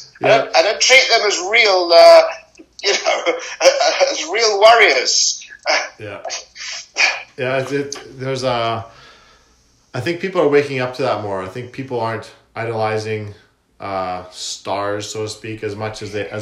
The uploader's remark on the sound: Not great sound quality.